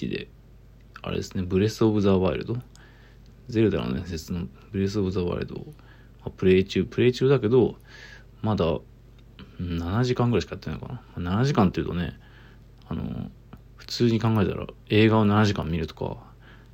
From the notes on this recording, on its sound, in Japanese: From Radiotalk。ボイスメモです。